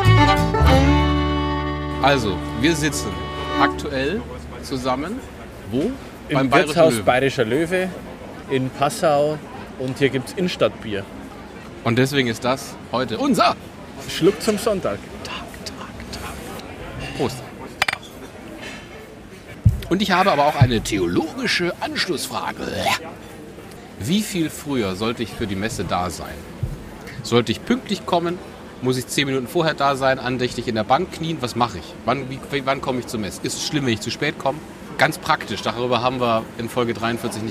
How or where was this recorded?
busy venue